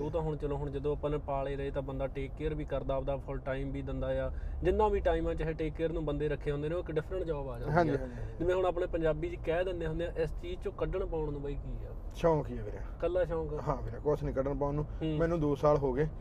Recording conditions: inside a vehicle